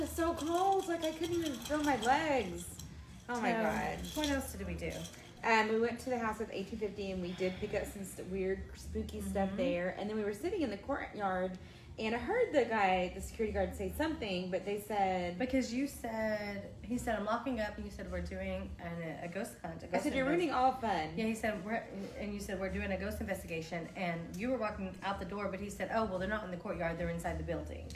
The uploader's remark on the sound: We are live from May Baileys in New Orleans.